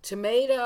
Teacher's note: when you say tomato, you want to pronounce the T more. You don't want to flap.